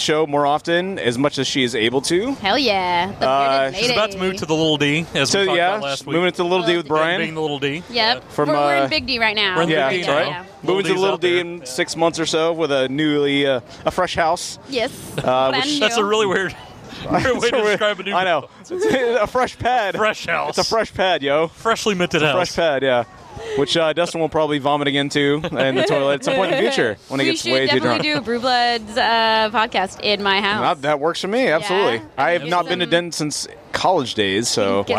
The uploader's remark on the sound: We're at BrainDead Brewing for the Women of Craft Beer 2017 panel as part of North Texas Beer Week.